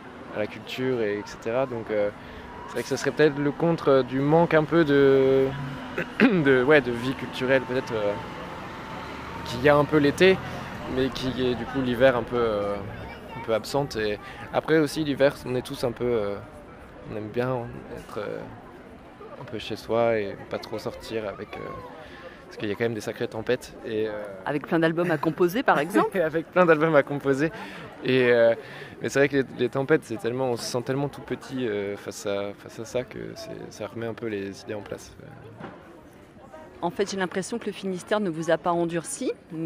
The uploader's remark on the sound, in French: juste avant son passage sur scène au jeudi du Port de Brest du 10 août 2023